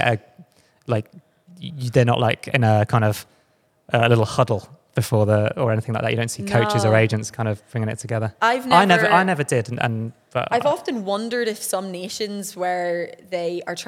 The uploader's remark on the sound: LIVE From The World Athletics Championships In Budapest